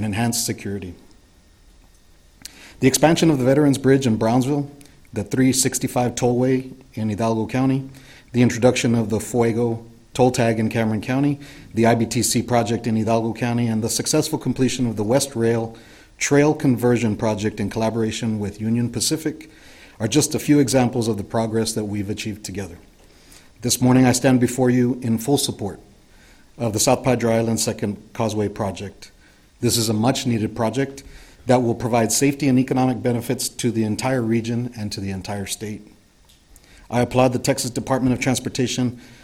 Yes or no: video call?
no